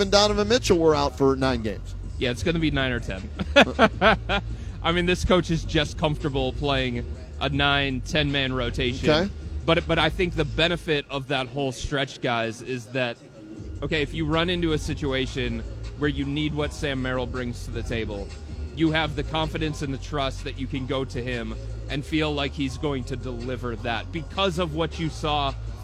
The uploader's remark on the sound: Live from Rocket Mortgage Fieldhouse.